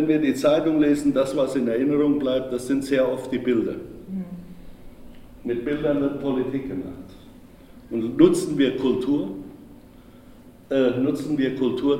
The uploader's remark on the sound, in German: Mitschnitt der Veranstaltung von Kulturhorizonte e.V. In der Musikschule Klassika e.V.